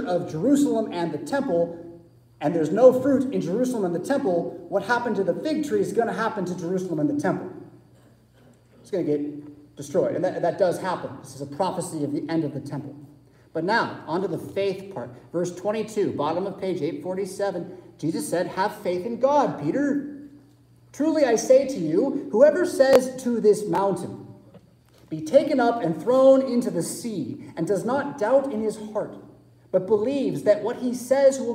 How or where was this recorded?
large echoing room